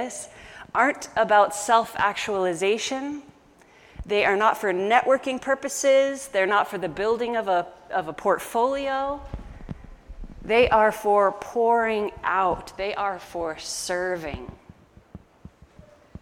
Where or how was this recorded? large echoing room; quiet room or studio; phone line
large echoing room